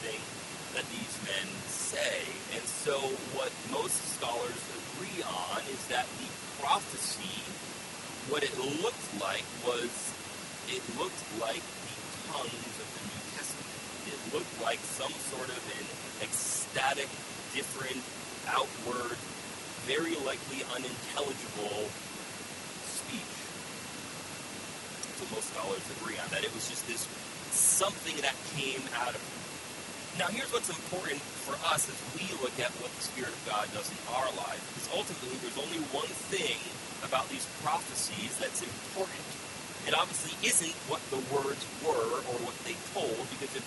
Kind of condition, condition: fault, poor sound quality